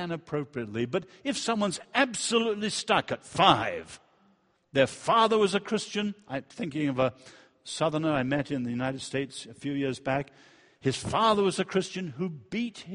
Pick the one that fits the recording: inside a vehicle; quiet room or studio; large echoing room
large echoing room